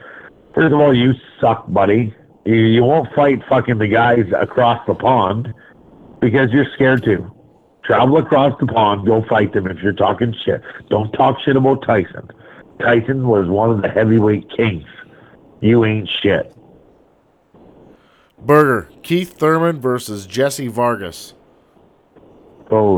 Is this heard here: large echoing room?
no